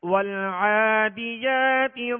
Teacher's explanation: لام کا جو سکون ہے یہ کامل پڑھیں گے، اور اس میں آواز ہلے گی نہیں، جنبش نہیں ہوگی، قلقلہ نہیں ہوگا، بلکہ سکون کو کامل ادا کرنا ہے.